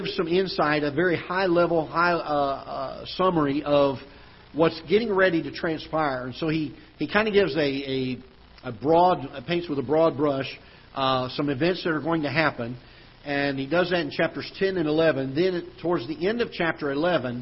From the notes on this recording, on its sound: Ketha Heights Baptist Church ~ Live Broadcast.